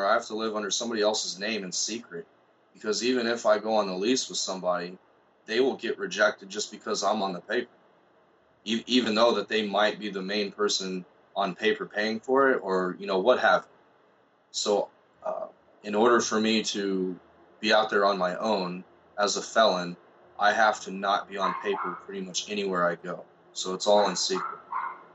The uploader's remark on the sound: he sat across from me via Skype